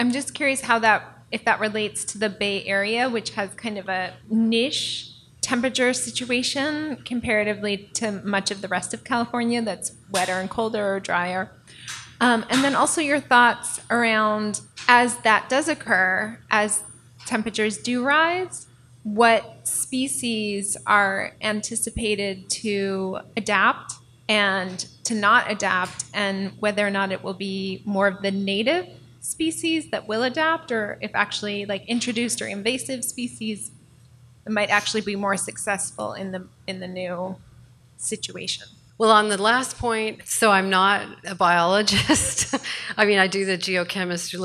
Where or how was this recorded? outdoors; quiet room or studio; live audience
live audience